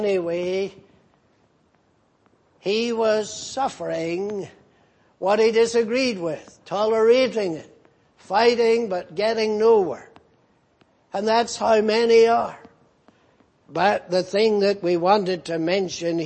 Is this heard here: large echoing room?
yes